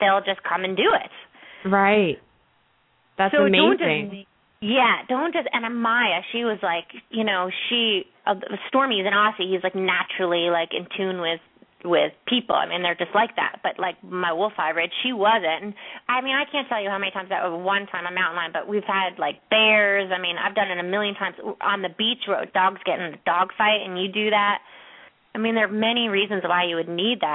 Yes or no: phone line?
yes